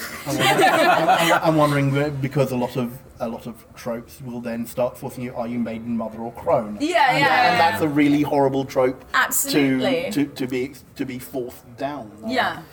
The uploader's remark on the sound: 2019 Dragonmeet Panel